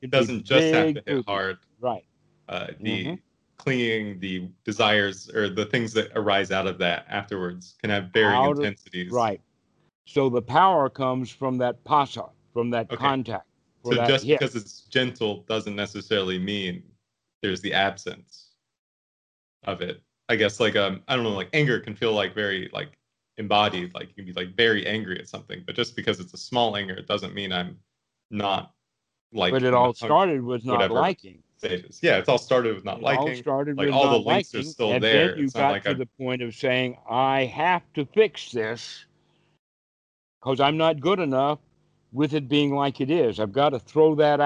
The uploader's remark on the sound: the date the call was recorded